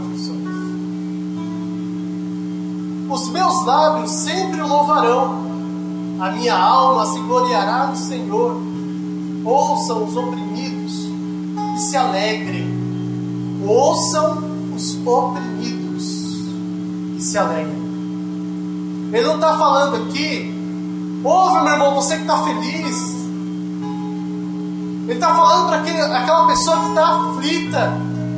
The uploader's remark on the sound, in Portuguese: Ministração na Igreja Brasa Viva Eldorado II